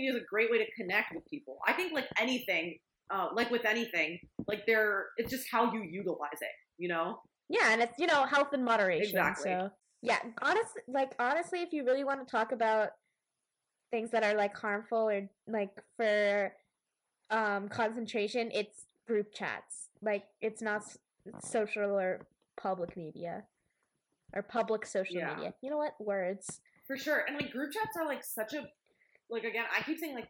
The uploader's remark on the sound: Please excuse the dodgy audio, we're still working out some kinks.